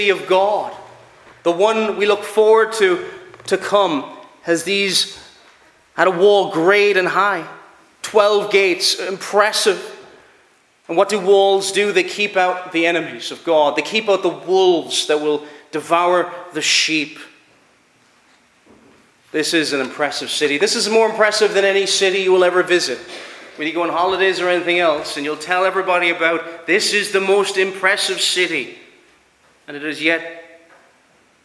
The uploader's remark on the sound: Preached at Ballyclare - Dough Free Church -Continuing-.